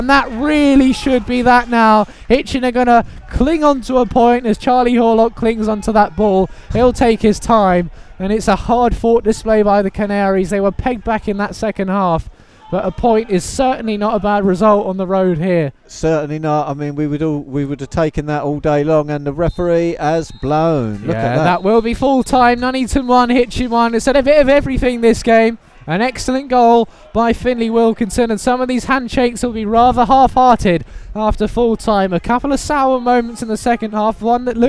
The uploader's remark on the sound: FULL COMMENTARY: Nuneaton Borough v Hitchin Town FC